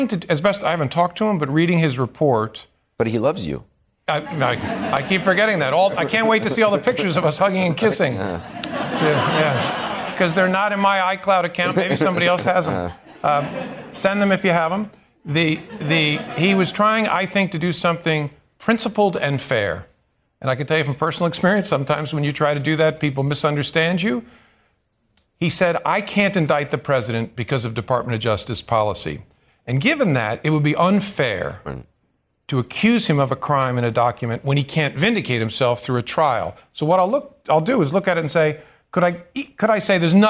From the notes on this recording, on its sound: live town hall